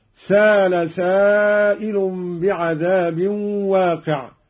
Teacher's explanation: قرأ قالون بدون همز